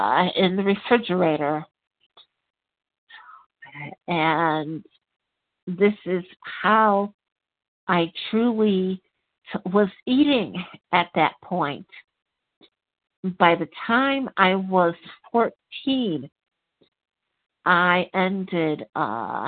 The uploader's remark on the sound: 100 Pounders Phone Meeting